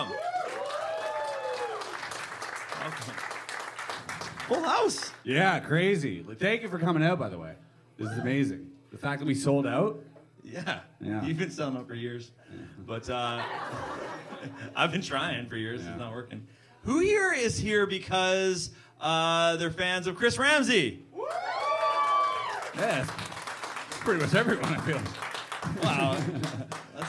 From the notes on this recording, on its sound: Bottom Of The Barrel LIVE at the Comedy Bar!! - Toronto.